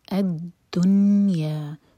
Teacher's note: یہاں پر نون پر سکون ہے، نی کی آواز نہیں آنی چاہیے. الدنیا، نون پر اظہار ہے.